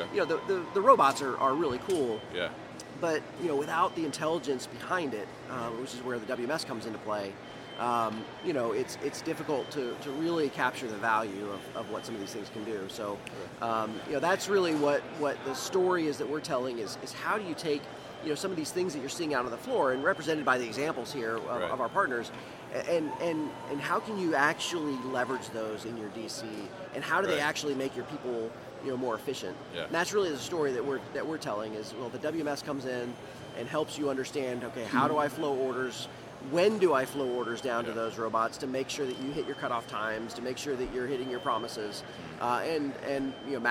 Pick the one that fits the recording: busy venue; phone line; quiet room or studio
busy venue